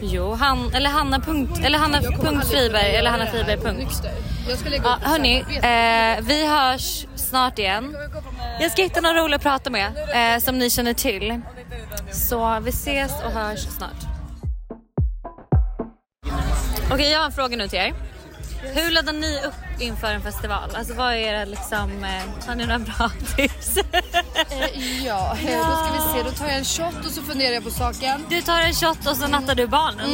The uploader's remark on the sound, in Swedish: LIVE från bråket på Lollapalooza.